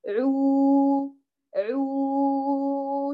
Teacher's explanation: تخرج نقية تماما تماما بدون أي ولا حتى الصوت مكتوم أبدا أبدا، لا تعمل الخيشوم · Term: واو ما الطبيعي